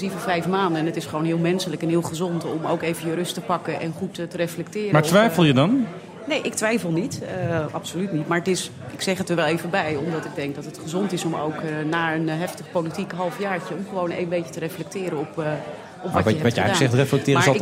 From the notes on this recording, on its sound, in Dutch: vanuit de Skylounge van het Double Tree by Hilton Hotel in Amsterdam.